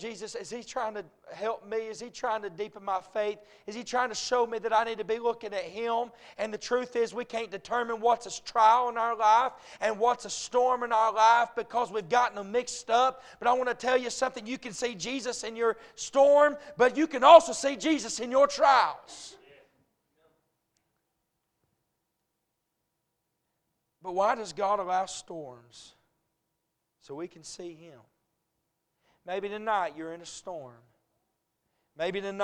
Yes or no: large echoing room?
yes